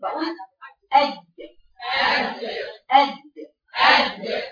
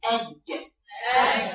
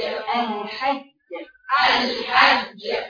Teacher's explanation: لما بدي اقرا حرف الجيم لازم اوصل لساني لسقف حنكي